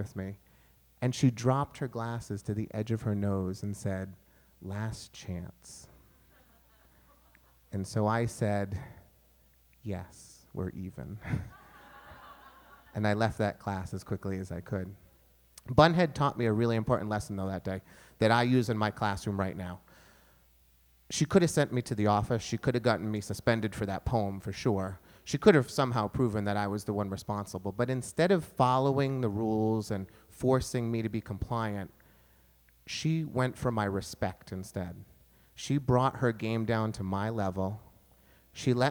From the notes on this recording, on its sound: This session was taped in from of a live audience at 92YTribeca.